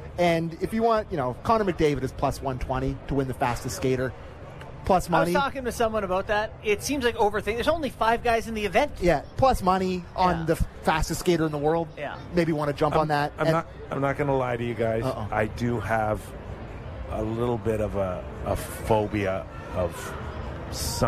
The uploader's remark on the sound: Live from NHL All-Star Fan Fair